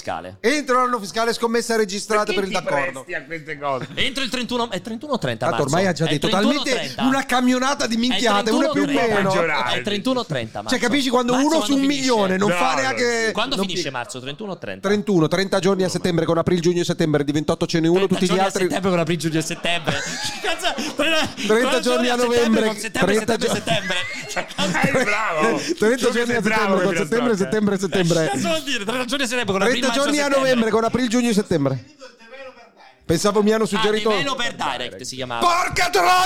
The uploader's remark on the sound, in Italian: nell'evento live tenutosi al White Rabbit di Roma con la partecipazione del Pubblico